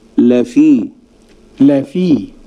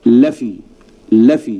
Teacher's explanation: الصحيح أنني أفصل اللام وأبدأ ضغطي عند بداية الكلمة في · Shown in: first take · فأقول لفي لفي، والخطأ لفي لفي، يعني ما أقولش الإنسان لفي خسر، هذا خطأ، إنما أقول الإنسان لفي خسر لفي خسر.